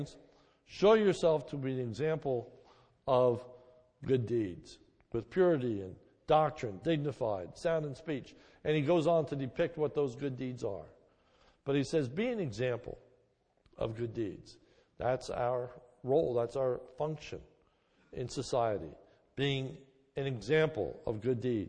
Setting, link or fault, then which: setting, large echoing room